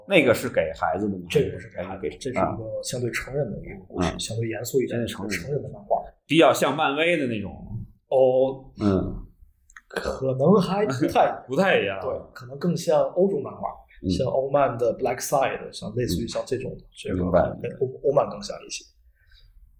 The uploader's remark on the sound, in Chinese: 本期由于录音场地的问题，音质略有损失，还望各位听友见谅